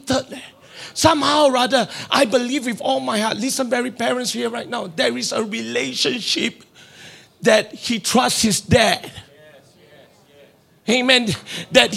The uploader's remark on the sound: Preached at Deep Calleth Deep Conference 2023, 7 December Evening Service